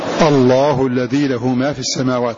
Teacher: وحينما تبدأ باللام من لفظ الجلالة تبدأ بها مفخمة لأن قبلها فتحة